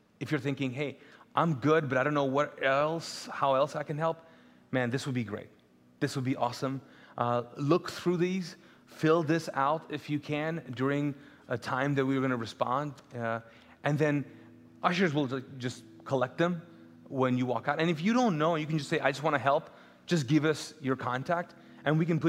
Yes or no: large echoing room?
yes